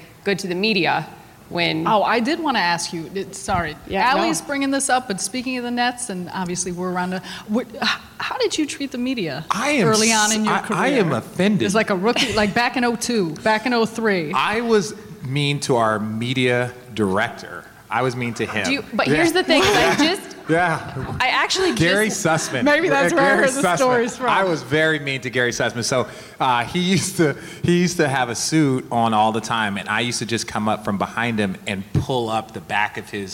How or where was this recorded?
live audience